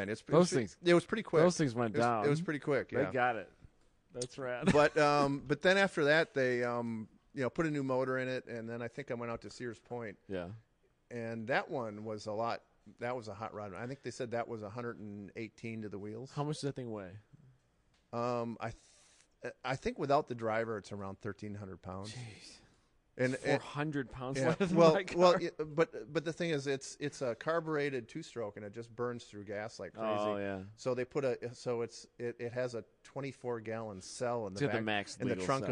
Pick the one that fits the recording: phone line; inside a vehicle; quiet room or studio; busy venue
busy venue